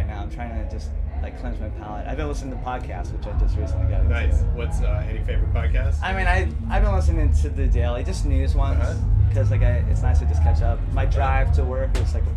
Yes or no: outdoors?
yes